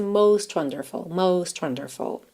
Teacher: O T de most, pintadinho de vermelho, consoante oclusiva. Pode aparecer mais, menos ou nada. Dificilmente vai aparecer nada, nada, most wonderful, porque a ligação nem fica tão fácil, né?